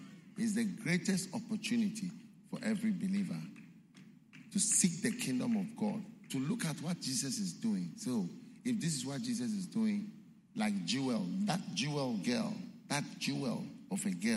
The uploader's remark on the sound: Preached at the Qodesh